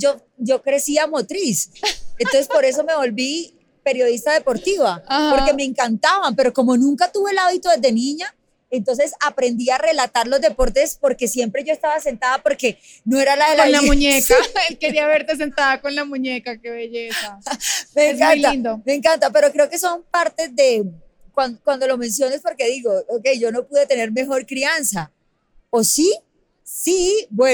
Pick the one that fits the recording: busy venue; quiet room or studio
busy venue